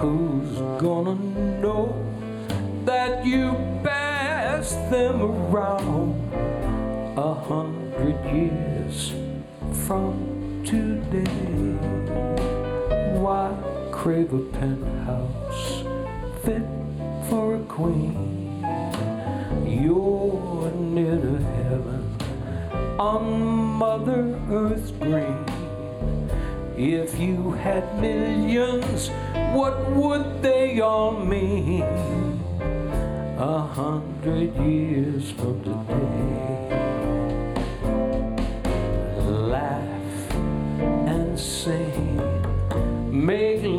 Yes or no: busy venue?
yes